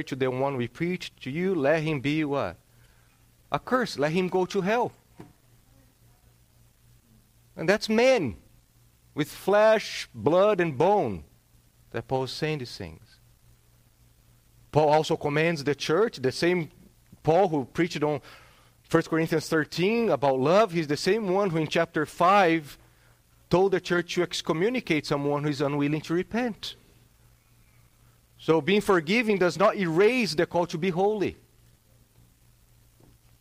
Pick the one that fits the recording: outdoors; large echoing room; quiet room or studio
large echoing room